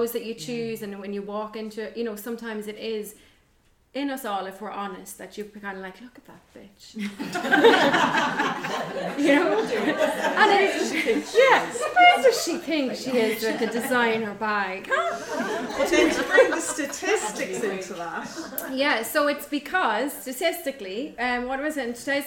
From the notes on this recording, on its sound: This episode was recorded at a recent Wild Women Within live event.